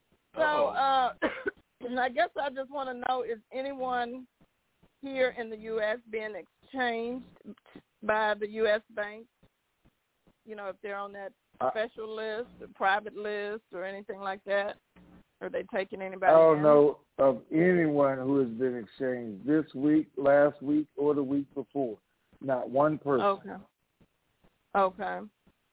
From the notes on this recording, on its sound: TNTSuperfantastic Conference Call.